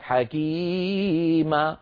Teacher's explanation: بعض إخواننا بيقول لك حكيما، فبتلاقي الأولاني طولوا عن حده، رقصه وموجه، هذا بالنسبة للمد الأول، والثاني جابه كالفتحة ما انتبهنا، يعني أو كم إخلال صار، كم إخلال، ليس متساويين، الأول أطول من الحد المطلوب ومموج مرقص، انتبهنا كيف، الثاني أقصر من الحد المطلوب